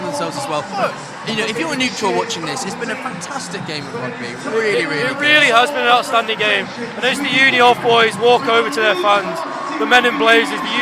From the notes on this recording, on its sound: Listen in to the LIVE commentary from the 2023 Rugby Union Finale as we relive the crunching tackles, weaving tries and a few streakers in between.